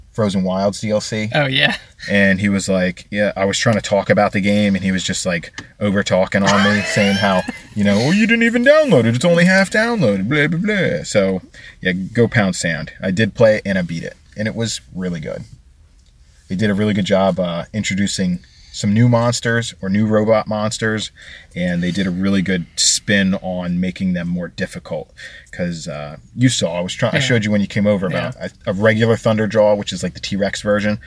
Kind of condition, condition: setting, inside a vehicle